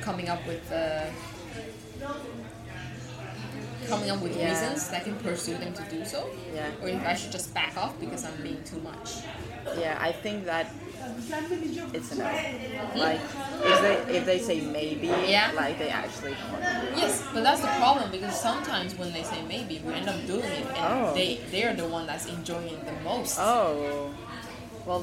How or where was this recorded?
busy venue